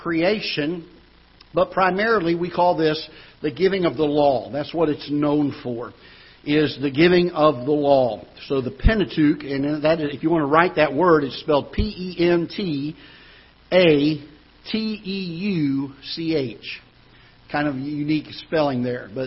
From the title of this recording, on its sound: Ketha Heights Baptist Church ~ Live Broadcast